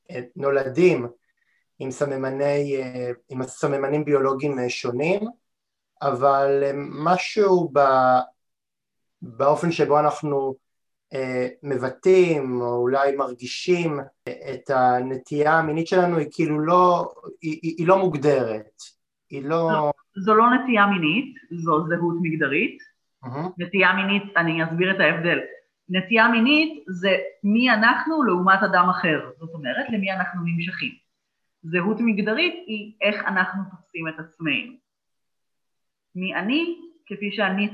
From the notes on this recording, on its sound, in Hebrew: מתנצל אם במהלך ההקלטה תחוו בעיות באיכות הסאונד זה נבע מתקלות באינטרנט שאיתן התמודדתי